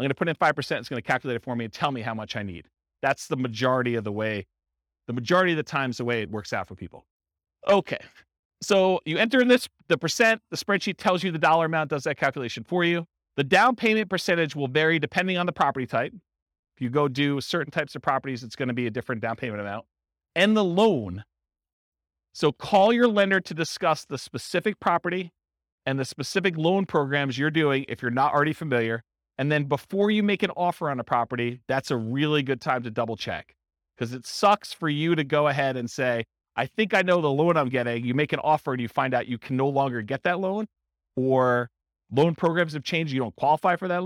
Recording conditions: live audience